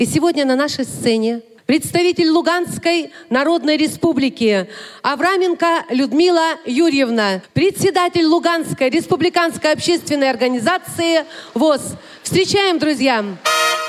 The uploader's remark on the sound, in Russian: Актуальный репортаж. Торжественное открытие фестиваля «Крымская осень 2023»